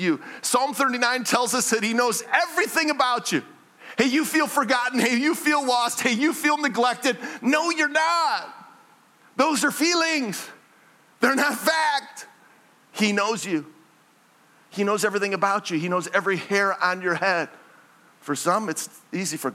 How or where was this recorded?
large echoing room